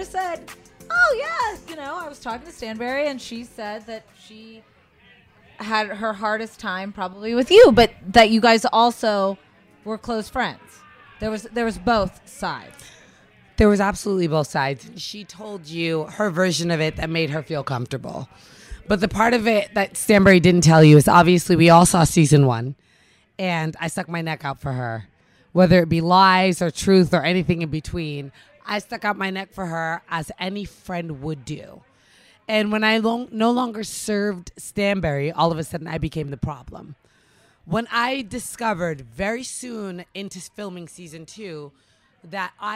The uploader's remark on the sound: Live from BravoCon